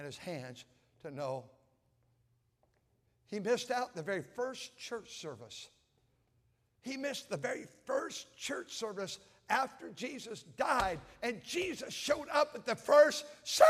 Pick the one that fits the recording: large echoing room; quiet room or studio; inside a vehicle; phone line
large echoing room